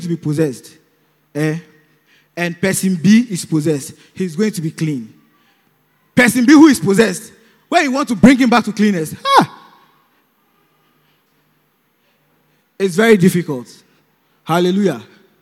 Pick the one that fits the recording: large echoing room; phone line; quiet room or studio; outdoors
large echoing room